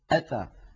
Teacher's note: الهمزة كما نعلم يا إخوتي من أقصى الحلق، يأتون مثلا أتى، هذه الهمزة شديدة وفيها انحباس للصوت، فلذلك